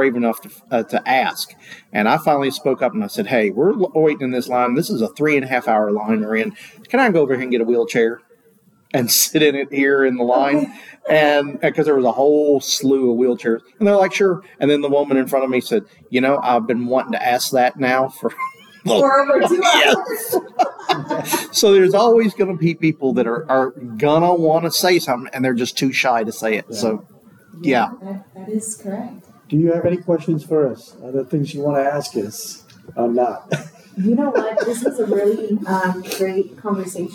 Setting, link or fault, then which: setting, busy venue